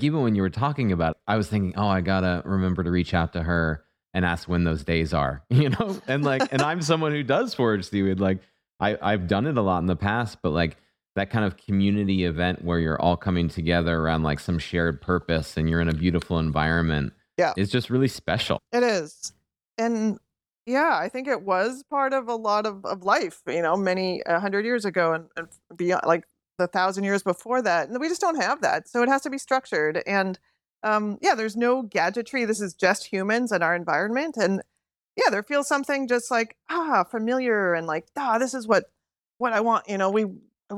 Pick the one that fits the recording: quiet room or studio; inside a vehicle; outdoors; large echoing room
quiet room or studio